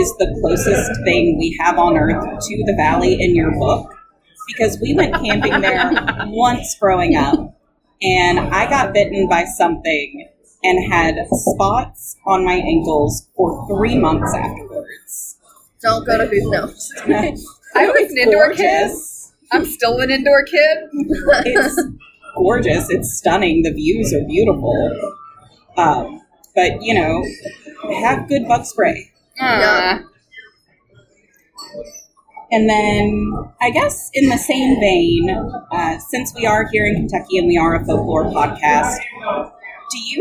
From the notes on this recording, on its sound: sorry for the audio - this was recorded live in a local brew pub